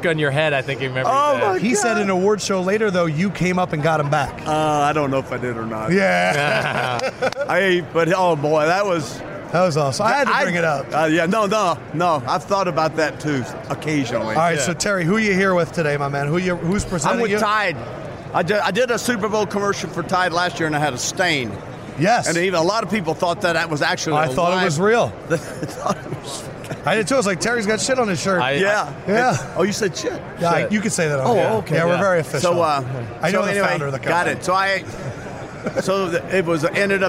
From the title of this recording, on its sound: Radio Row Friday Special